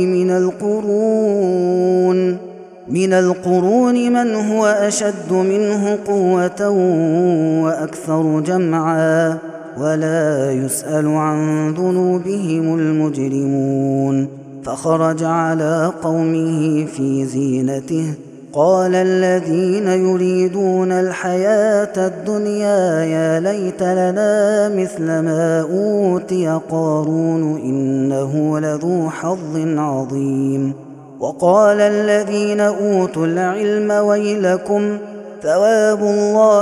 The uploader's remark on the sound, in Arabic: هذا التسجيل من صلاة التراويح